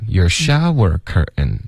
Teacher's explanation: 那个 curtain 呢不用加重音，OK? Shower 才会加重音。